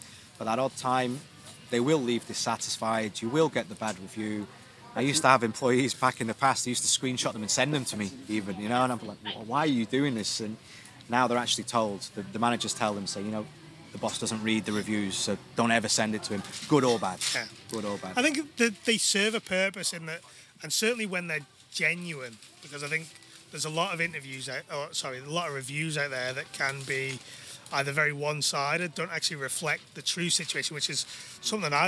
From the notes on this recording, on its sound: Interviewed live at the back of the Isle of Man TT Grandstand